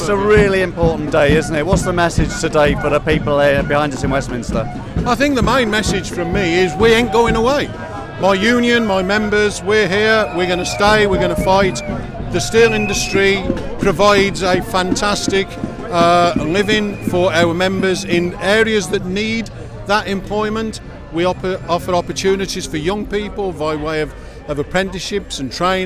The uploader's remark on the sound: Live from the London march